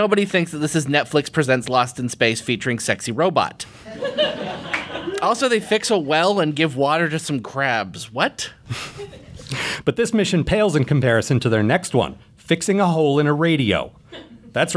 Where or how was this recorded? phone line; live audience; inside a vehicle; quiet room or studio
live audience